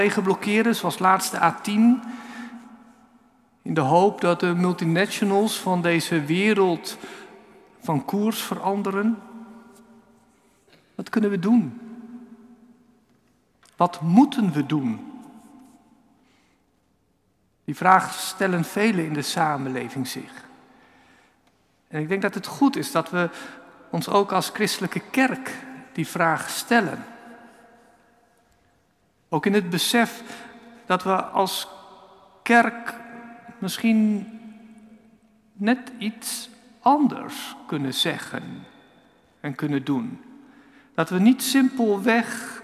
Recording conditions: large echoing room